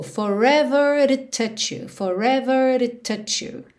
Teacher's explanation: Forever to, ele usou rarara nesse T do to